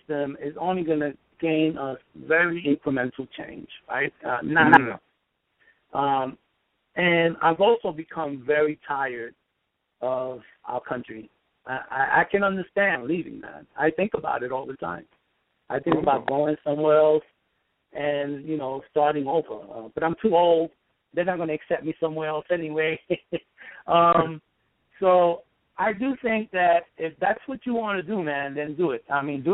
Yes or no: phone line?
yes